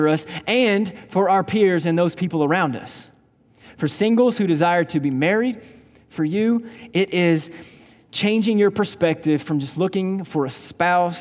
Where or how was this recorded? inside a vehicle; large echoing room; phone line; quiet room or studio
large echoing room